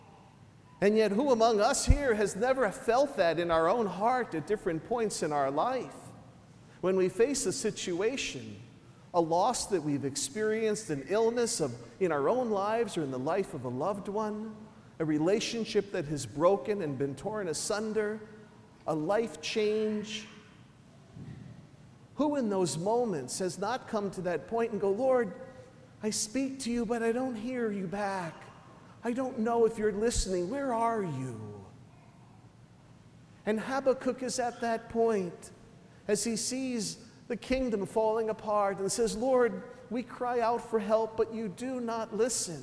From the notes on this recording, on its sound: Recorded at St Sebastian Catholic Church on October 6, 2013